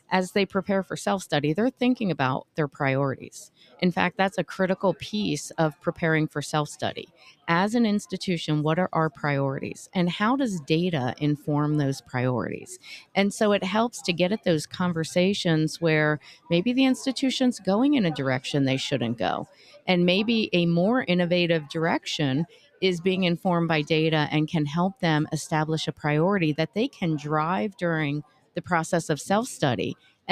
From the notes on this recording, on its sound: LIVE from the MSCHE Annual Conference. Recorded LIVE & in person from the Middle States Commission on Higher Education (MSCHE) 2023 Annual Conference, in Philadelphia, PA.